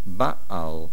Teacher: The main accent of baal is on the beis. Make sure you do not swallow the ayin.